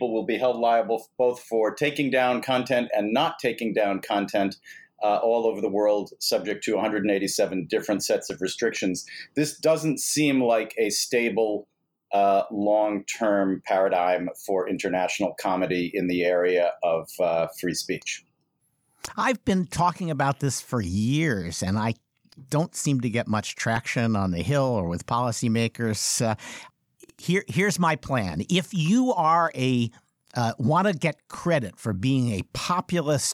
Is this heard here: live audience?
no